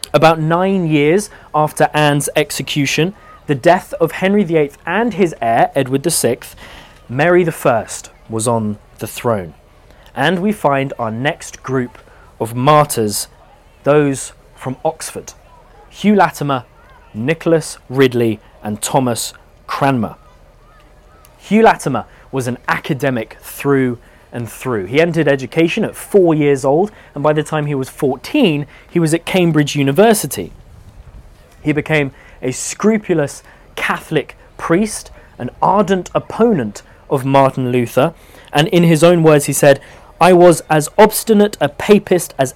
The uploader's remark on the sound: Live at Chalke Valley History Festival 2023. In this talk, recorded live.